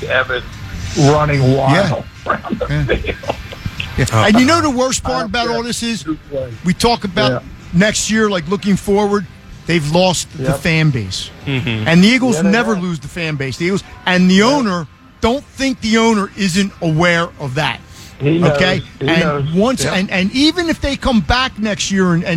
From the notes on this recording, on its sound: LIVE from the Parx Casino Sportsbook